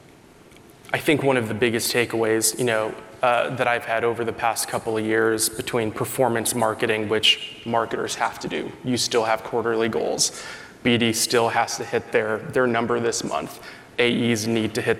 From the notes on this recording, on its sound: During this candid fireside chat at the 2023 B2B Sales & Marketing Exchange